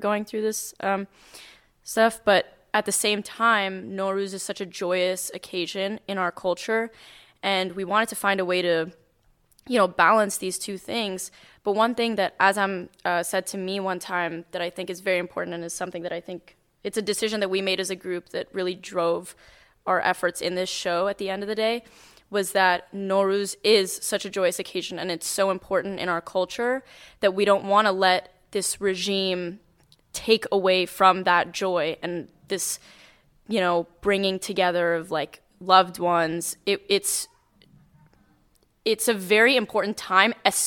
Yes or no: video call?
no